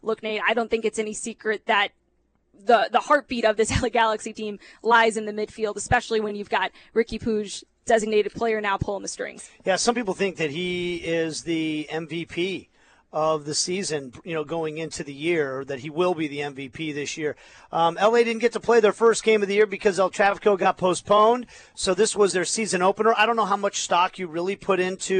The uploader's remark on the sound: live from media day